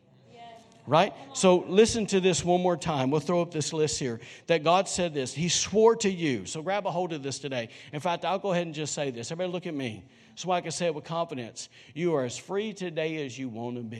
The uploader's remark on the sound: was recorded on Sunday, February 2, 2020, during service at The Anchor Church in Rockport, Maine